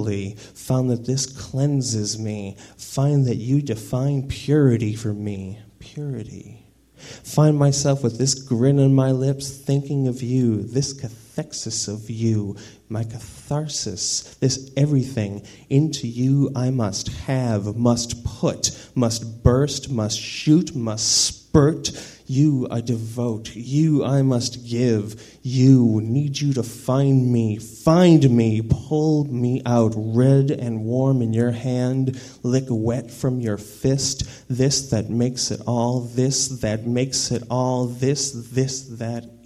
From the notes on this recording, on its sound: live at the Inferno, Madison, Wisconsin, March 2000.